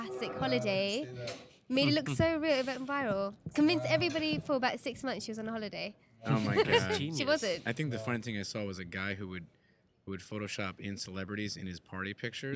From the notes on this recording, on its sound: We’re recording live from the PDN PhotoPlus Expo in New York where we were able to swindle some of the biggest names in photography to sit in our makeshift cafeteria recording studio.